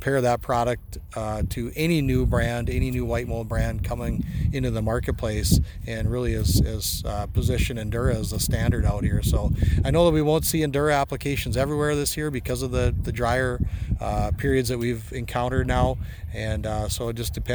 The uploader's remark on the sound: BASF Showcase Plot Tour 2023 near Rugby, ND